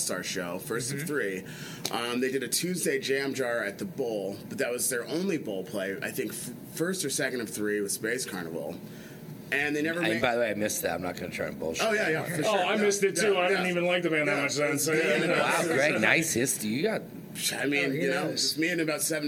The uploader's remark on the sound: recorded backstage at Mohegan Sun Arena before Goosemas 8!